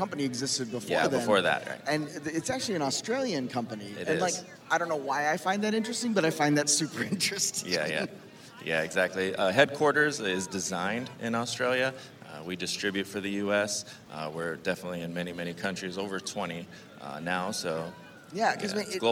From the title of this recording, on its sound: LIVE from LONG BEACH